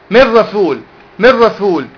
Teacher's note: يعني ادخل النون في الراء لكن ما اعملش غنة · Term: ادغام بدون غنة